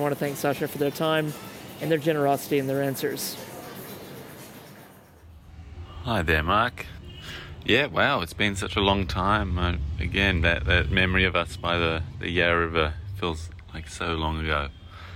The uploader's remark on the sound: We recently exchanged audio messages where we talked about the trip. Me while out walking or on my workday commute. From a rooftop in Lucknow, India.